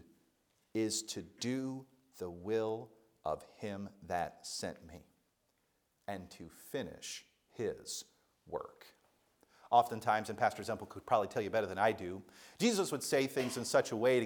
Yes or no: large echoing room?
yes